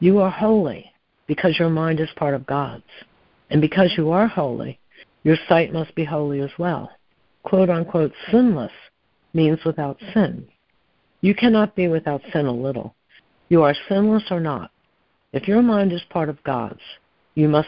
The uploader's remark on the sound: ACIM Daily Conference Call.